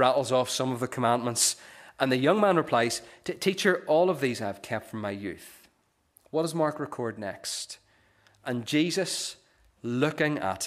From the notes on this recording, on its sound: The recording of the Bible reading and sermon from our morning service on Sunday 10th September 2023.